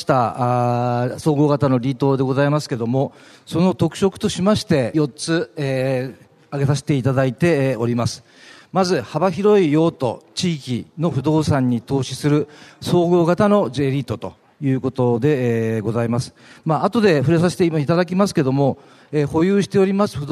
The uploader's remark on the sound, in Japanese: ２月２０日に東京証券取引所で開催した「J-REITファン2016」に登壇したユナイテッド・アーバン投資法人のIRセミナーをダイジェスト版でお送りします。